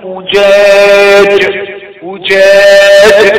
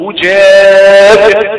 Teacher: الجيم حروف الشدة تحس فيه انحباس الصوت، وجاج. أو الدال مثلا عديد، في شدة، في شدة في حرف وهو انحباس الصوت.